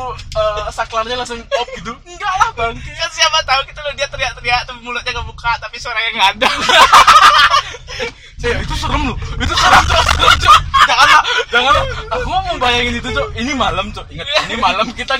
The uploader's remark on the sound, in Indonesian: karena ada sedikit kesalahan waktu recording jadi ada sedikit noise